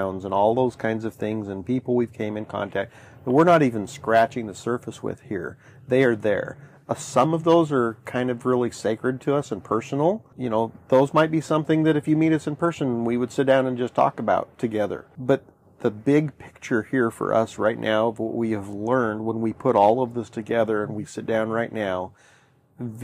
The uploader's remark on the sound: We're recording on our sailboat so please forgive the wind and water noise in the background. Sailing around the world on their 1981 Morgan 462 sailboat.